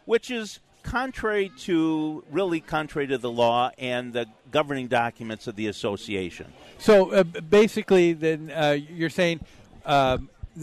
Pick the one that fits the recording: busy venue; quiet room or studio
busy venue